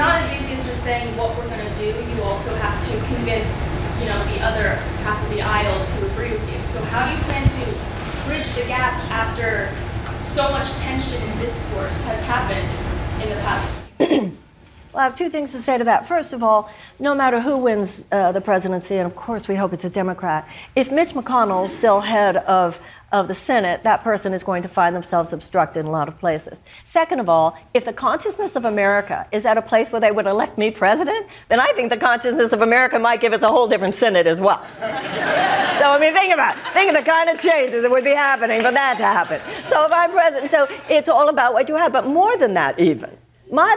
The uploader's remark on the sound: Takes Questions from The Daily Show Audience. Answers audience members’ questions.